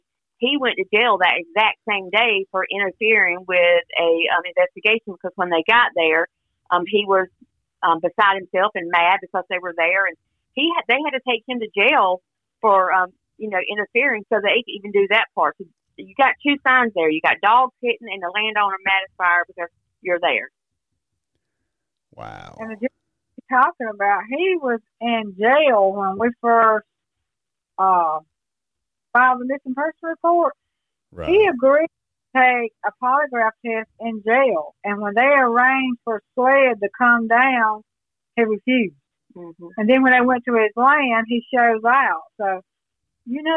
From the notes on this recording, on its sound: Phone Interview w/Mom & Sister.